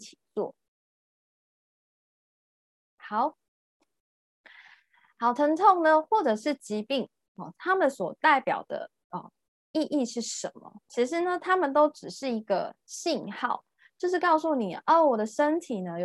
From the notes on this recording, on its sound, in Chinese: 聊聊好心芹ZOOM線上公益講座。